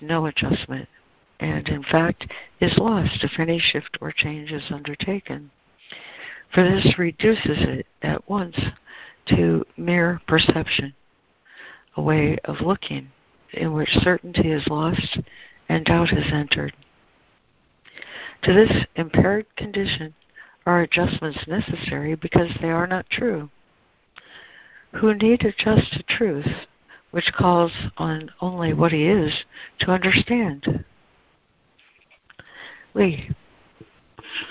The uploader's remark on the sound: ACIM Daily Conference Call